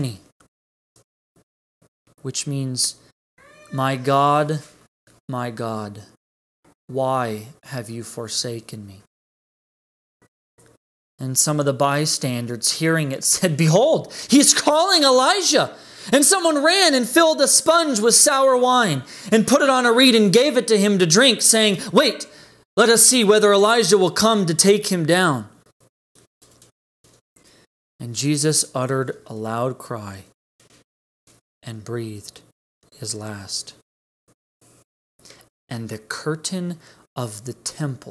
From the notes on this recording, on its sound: This message was delivered on August 30th, 2020 at Redeemer Community Church.